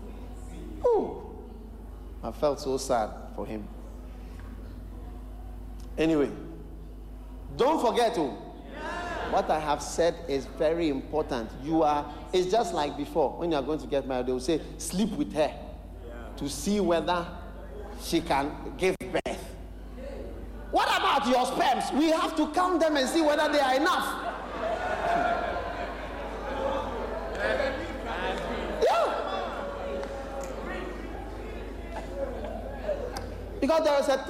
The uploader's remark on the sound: Preached at the Qodesh